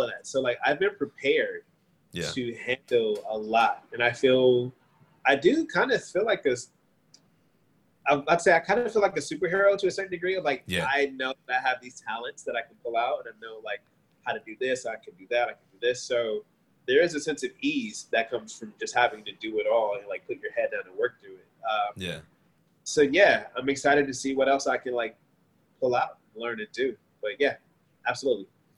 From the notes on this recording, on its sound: Currently living in Puerto Rico, I had to reach out through good ole zoom to have this conversation.